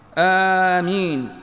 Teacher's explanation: قال العلماء أفصحها آمين بالمد وتخفيف الميم